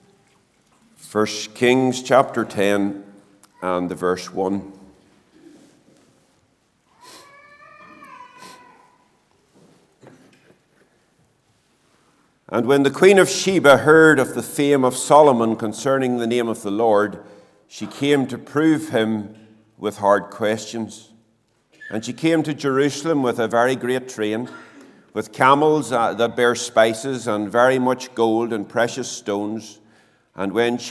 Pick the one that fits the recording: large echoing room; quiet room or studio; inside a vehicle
large echoing room